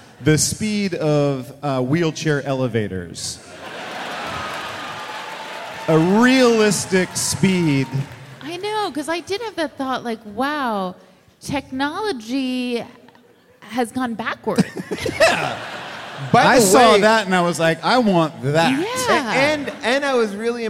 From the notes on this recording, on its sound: Recorded live from Seattle.